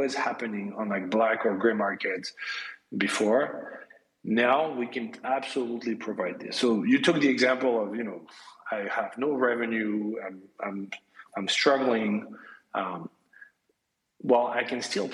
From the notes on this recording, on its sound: Recorded via Twitter Space on December 23, 2022.